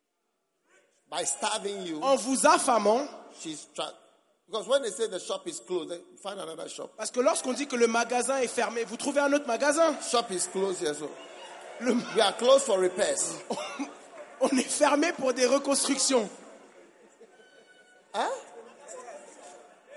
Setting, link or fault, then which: setting, live audience